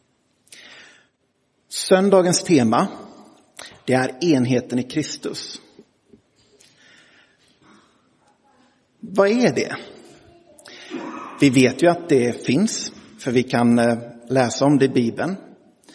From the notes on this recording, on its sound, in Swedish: Inspelad i Roseniuskyrkan den 10 september 2023.